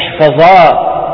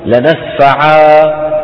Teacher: نون التوكيد الخفيفة العرب إذا وقفوا عليها قلبوها ألفا وعاملوها معاملة التنوين، تنوين النصب.